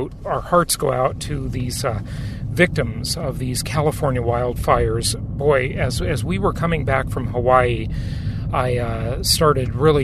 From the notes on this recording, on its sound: In the car, back from Hawaii.